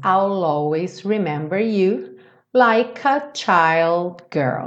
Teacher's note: aqui juntou I'll com always